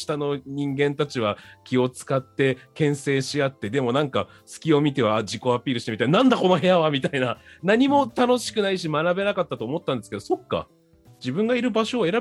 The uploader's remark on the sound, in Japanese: スタジオではなくZOOMを使って遠隔収録となりました。少し音のバランスが悪いですがご容赦下さい。